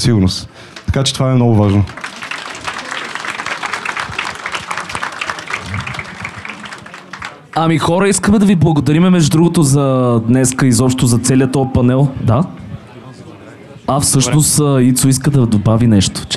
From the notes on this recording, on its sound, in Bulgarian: А тук разговорът е с цели петима гости наведнъж. Дискусионен панел, който записахме на живо пред публика.